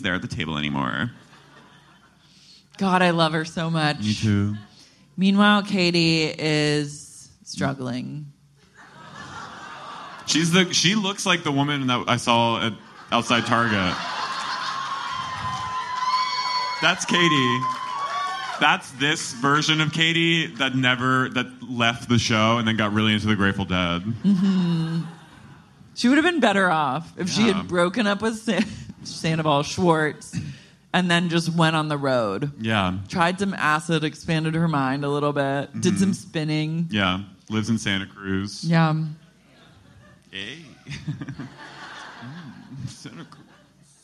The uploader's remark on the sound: LIVE at the Independent